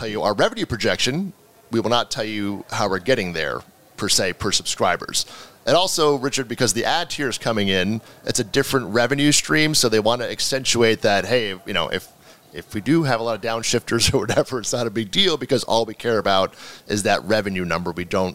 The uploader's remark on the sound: In a special episode recorded at Advertising Week in New York.